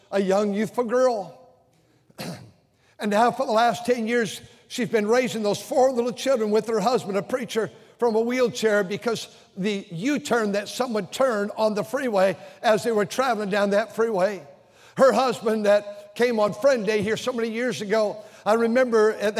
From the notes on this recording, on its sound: during the Sunday Morning service on March 19, 2023, at North Valley Baptist Church in Santa Clara, California.